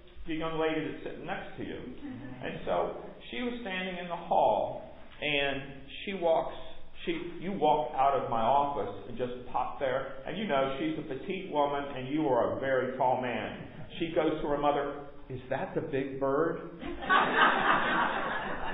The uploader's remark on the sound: Recorded at MPPC on Sunday, December 4, 2022